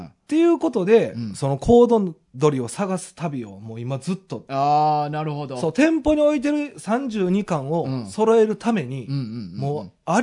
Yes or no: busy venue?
no